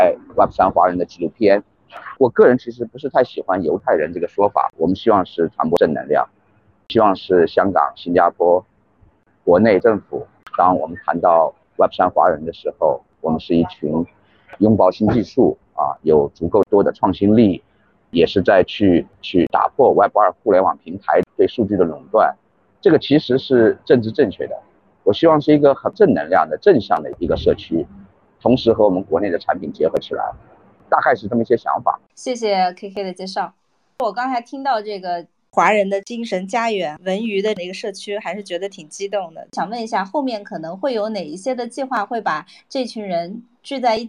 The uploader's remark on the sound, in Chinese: 本期原 Twitter Space录音 1小时30分，通过剪辑保留 35分钟精华版